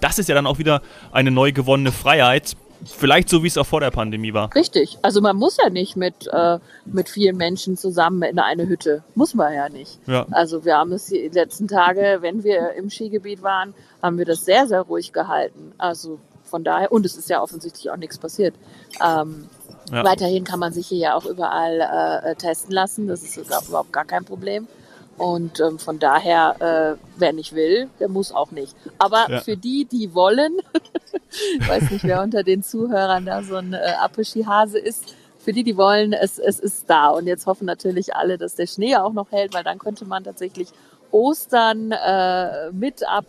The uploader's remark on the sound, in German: Live aus dem Skigebiet